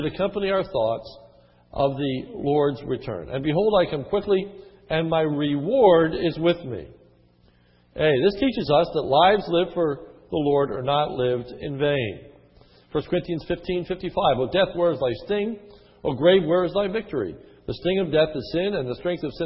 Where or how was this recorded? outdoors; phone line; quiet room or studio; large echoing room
large echoing room